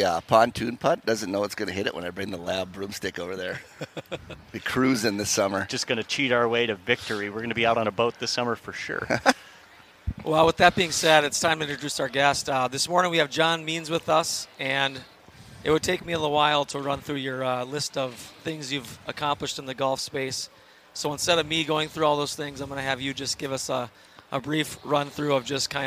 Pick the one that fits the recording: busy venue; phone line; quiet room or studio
busy venue